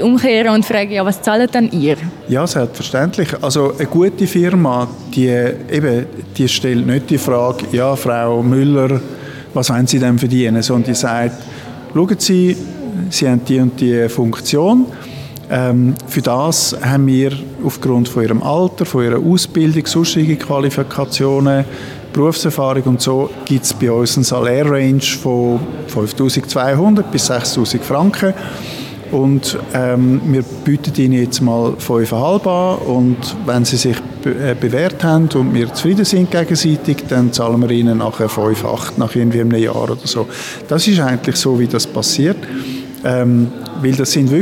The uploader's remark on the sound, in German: Lange Nacht der Karriere 2023. Wir haben uns unters Publikum gemischt.